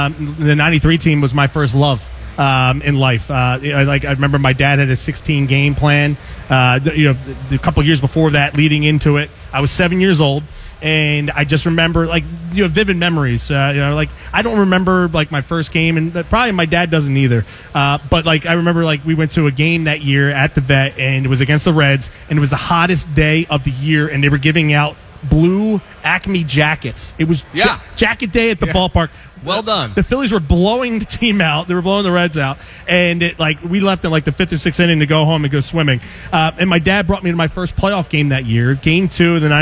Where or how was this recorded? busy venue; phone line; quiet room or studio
busy venue